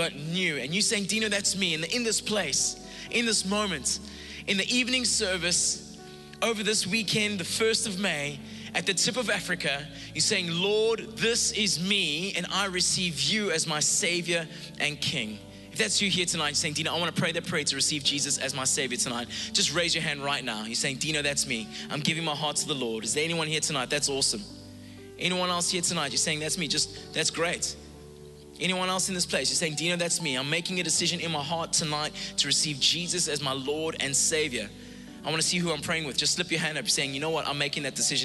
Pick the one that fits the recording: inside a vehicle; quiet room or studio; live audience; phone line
live audience